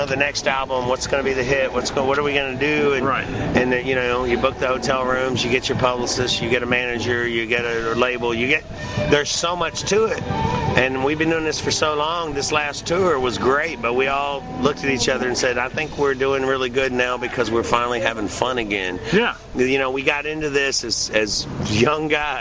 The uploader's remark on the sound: Interview recorded at the benefit for Chris Leone at Brewskees in Louisville KY.